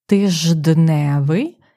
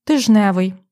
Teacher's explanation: замість того, щоб казати «тижденевий», наприклад, від слова «тиждень» утворюємо «тиждневий», ми говоримо «тижневий» без букви «д» · Shown in: second take · Term: явище спрощення